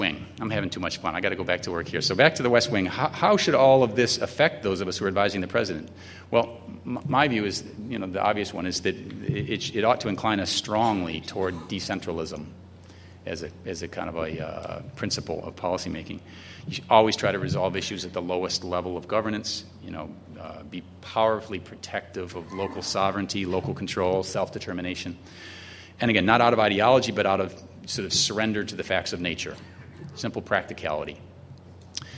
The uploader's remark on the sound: delivered an address at the 2006 Annual National Lawyers Convention on Thursday, November 16.